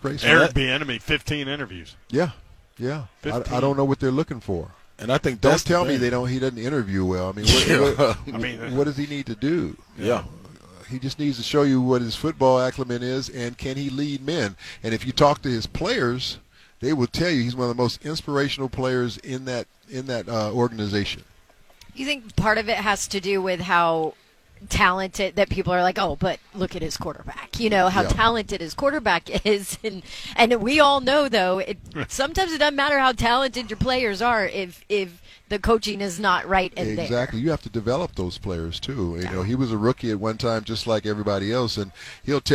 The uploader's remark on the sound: Stopped by the booth at Radio Row with 3HL.